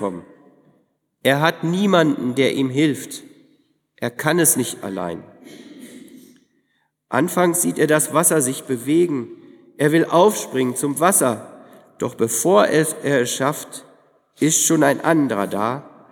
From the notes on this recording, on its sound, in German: im Tauferinnerungsgottesdienst in der Martin-Luther-Kirche